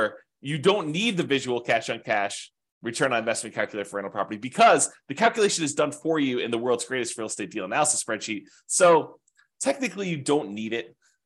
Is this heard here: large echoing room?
no